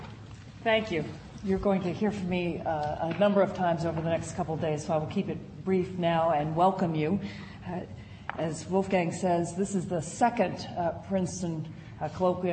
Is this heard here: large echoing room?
yes